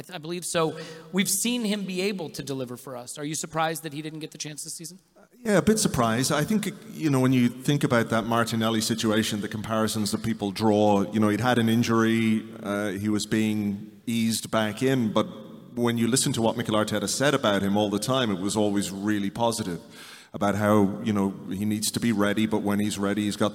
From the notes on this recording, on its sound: This episode is a recording of the Arseblog & Arsenal Vision Live event from Union Chapel.